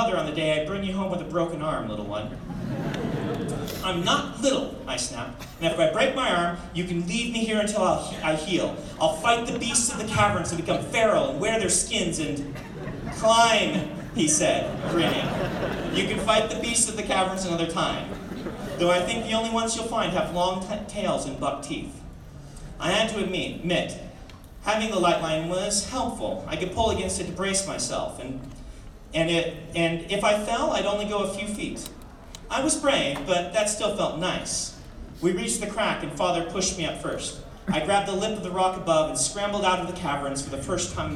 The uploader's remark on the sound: The following is a Credible Nerds exclusive audio only clip from the release party.